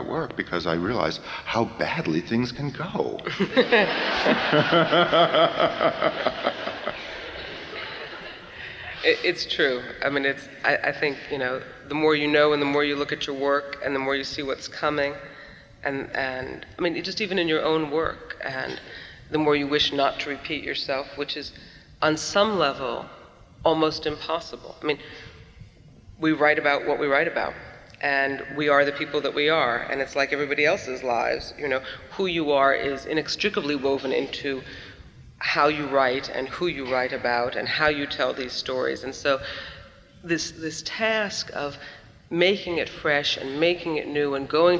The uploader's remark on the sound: They seem to forget that there is an audience of more than 2,000 watching them.